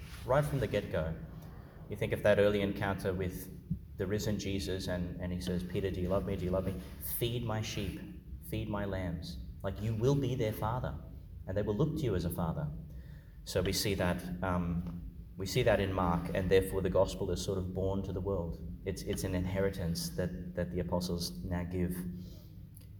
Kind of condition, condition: setting, large echoing room